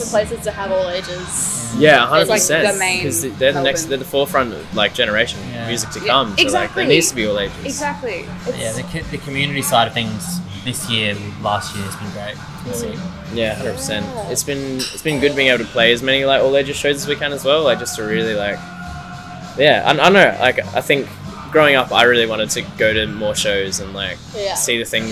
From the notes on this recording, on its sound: In this one we are out in the field, on-site at Stay Gold in Brunswick. Due to being recorded on-site at the actual venue right before their show, there is a bit of background noise, mostly music from the front bar in Ollies Pizza Bar.